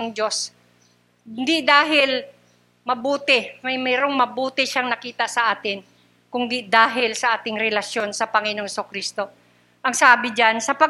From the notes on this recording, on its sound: Recorded live at The Shepherd Of Faith Family Church on February 13, 2022.